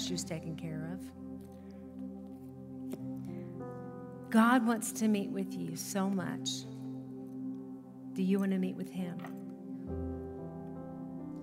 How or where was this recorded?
large echoing room